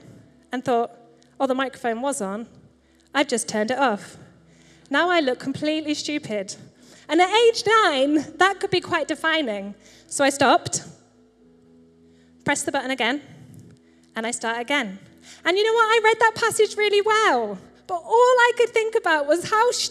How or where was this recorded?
large echoing room